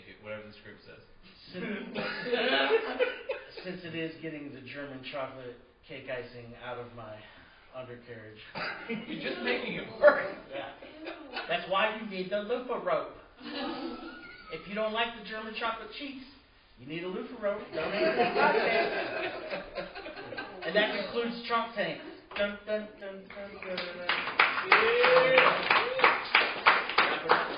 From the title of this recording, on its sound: LIVE AT THE 16th ANNUAL CLEVELAND COMEDY FESTIVAL